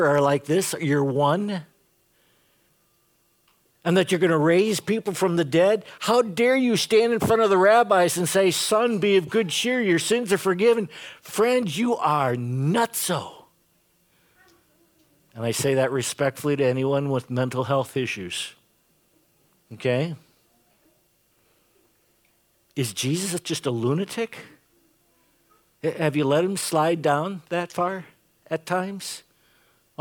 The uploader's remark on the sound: Preached this sermon at Bethany's Saturday worship on April 9, 2022. Bethany, Appleton, WI.